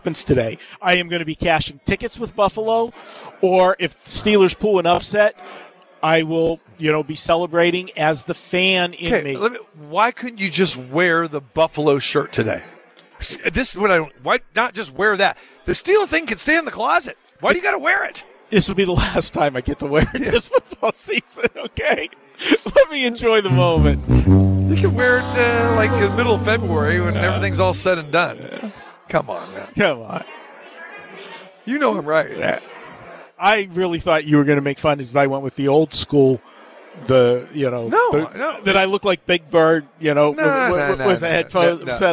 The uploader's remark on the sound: Live From the Super Book at Westgate Las Vegas.